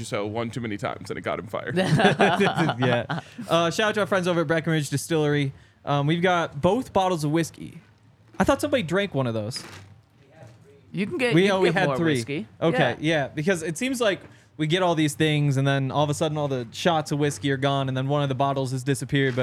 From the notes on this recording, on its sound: coming to you LIVE from the DNVR Bar